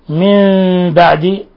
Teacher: من بعد مثال آخر تقدم نظيره للإقلاب، نون ساكنة جاء بعد حرف الباء، الحكم التجويدي إقلاب، حيث قلبت النون الساكنة عند الباء ميما مخفى